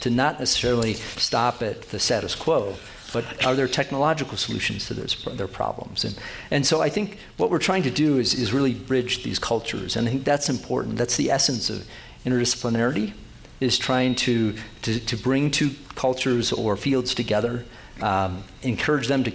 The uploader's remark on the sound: His "Town Talk" sponsored by Telluride Science, was recorded at the Telluride Mountain Village Conference Center in Colorado. The program was moderated by veteran broadcast journalists.